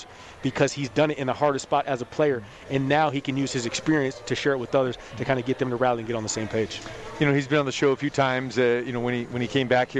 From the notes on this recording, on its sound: Live from The Cosmopolitan of Las Vegas Sportsbook, feel the sounds and atmosphere of March Madness in action.